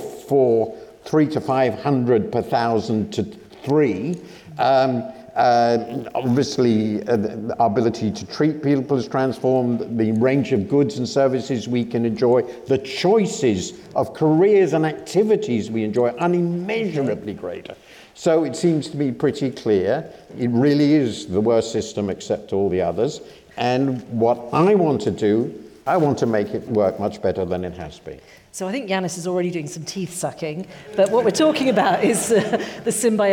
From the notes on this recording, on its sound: This episode brings you part one of our live event